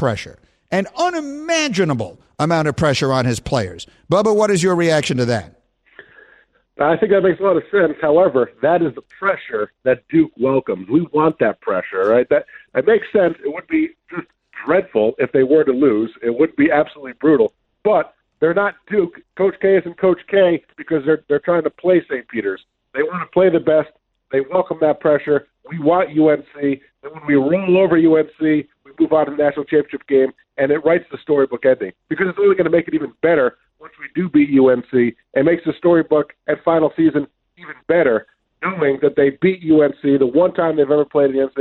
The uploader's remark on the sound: Joins the show over the phone. Takes calls.